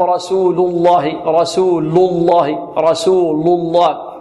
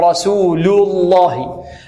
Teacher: اللام في آخر كلمة رسول نحذر من تفخيمها · Shown in: second take · فلا نقول فقال لهم رسول الله رسول الله رسول الله هكذا، لا، رسول الله، لرقق اللام في كلمة رسول ونغلظها في لفظ الجلالة.